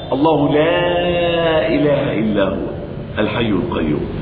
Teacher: تعظيم لي أنني مددت هنا، مع أنني أقصر المد المنفصل حركتين فقط، لكنني هنا أمد وأزيد إلى أربع حركات، وأسمي مد تعظيم، لأن سببه ليس الهمز، ولكن سببه أس، ولكن سببه التعظيم، فيكون سببه معنوي.